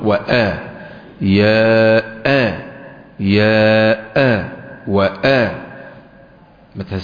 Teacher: انتبهوا من الجهر بالهمس، الهمزة مجهورة، وآ يا آ يا آ وآ، يعني لا تسهلوا الهمزة.